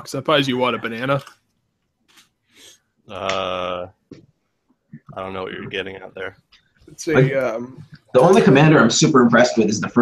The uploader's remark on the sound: We lost the 1st 1/3 of this track. Bad internet.